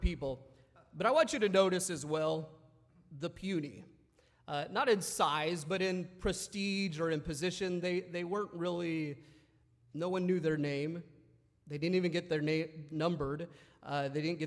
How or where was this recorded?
large echoing room